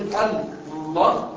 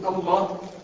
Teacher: تدخل من الالف على اللام المشدده، لكن ده الرسم دي لام ودي لام، لكن في النطق مشدده. يعني في النطق اصبحت لام واحده مشدده · Shown in: second take